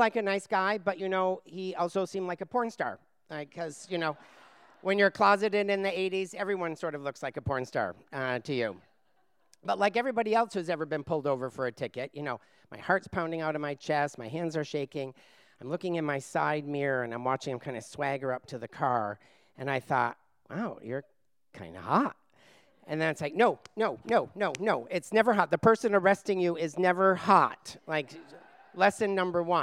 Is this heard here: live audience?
yes